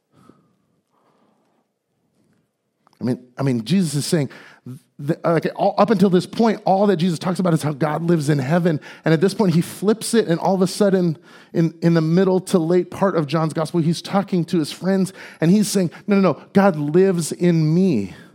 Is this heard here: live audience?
yes